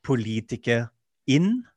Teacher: Så man kan ha en sånn liten guttural stopp. Eh, eller man kan prøve å binde det litt mer, og det er den løsningen jeg går for.